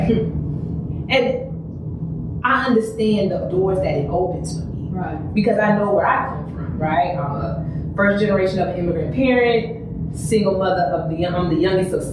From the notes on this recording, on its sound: The mics weren’t working so excuse the sound quality